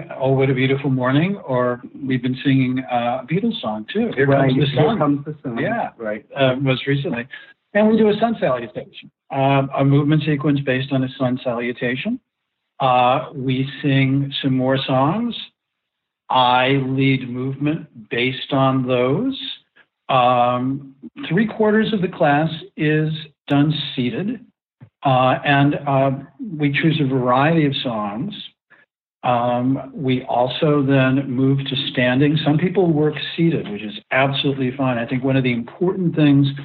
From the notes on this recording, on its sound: The Not Old Better Show, Artist Interview Series. Welcoming to The Not Old Better Show via internet phone.